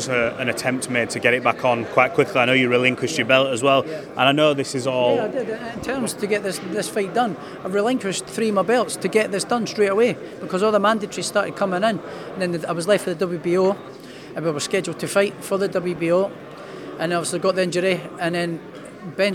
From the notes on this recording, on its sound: At the press conference.